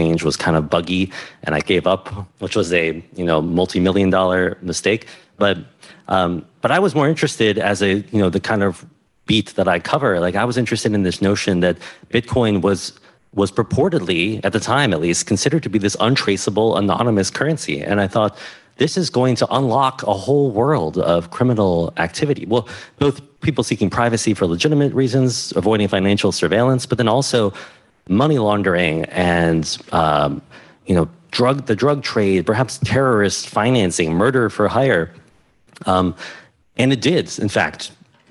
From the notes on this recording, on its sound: This episode of the HIP Podcast revisits 2022’s HIP NYC conference. The HIP audience.